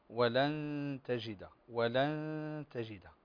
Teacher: طبعا الغنة تتبع ما بعدها تفخيما وترقيقا ولن تجد. الذي يسمع الغنة يعرف أن الحرف الذي سينطق بعدها هو التاء